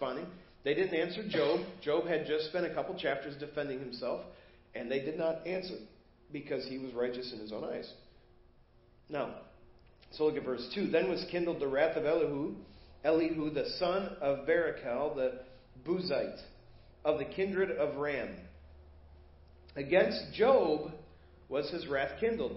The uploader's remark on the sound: Preached at First Baptist Church of Hazel Park